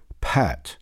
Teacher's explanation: Voiceless bilabial plosive. Normal aspiration